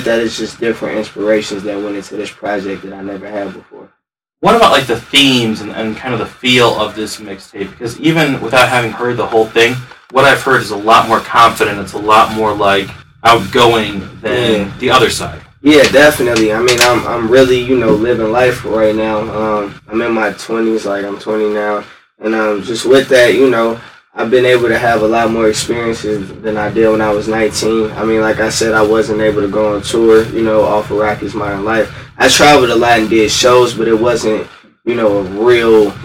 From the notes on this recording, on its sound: In a condensed podcast recorded at The Music Garage. NOTE: Podcast audio is sourced from a video camera instead of the usual high quality recorder, after the original audio was lost. As such, there is a decrease in quality from the general Dynasty Podcasts level.